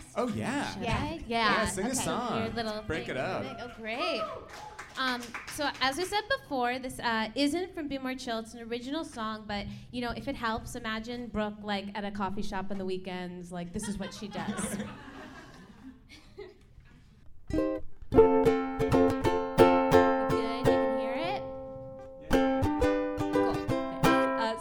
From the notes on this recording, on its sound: In front of an audience for a live podcast recording on stage at SubCulture in NYC.